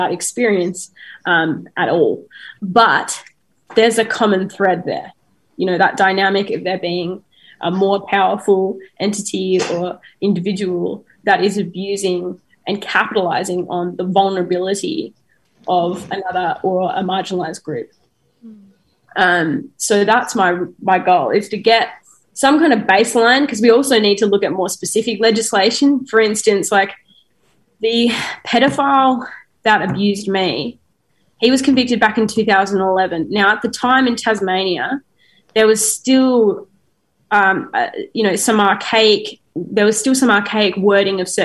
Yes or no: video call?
yes